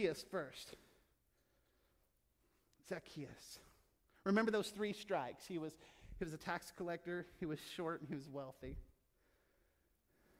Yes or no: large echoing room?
yes